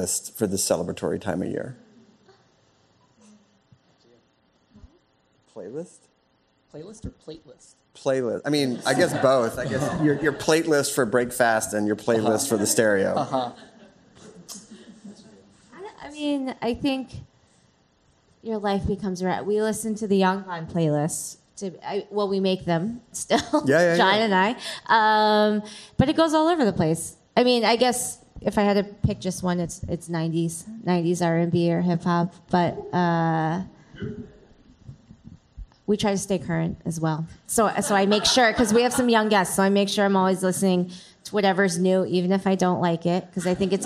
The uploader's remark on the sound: Our live food and round-table event, hosted by ChowNow at their incredible headquarters in Culver City. Snacky Tunes Salon Live at ChowNow. Our live food and round-table event, hosted by ChowNow at their incredible headquarters in Culver City.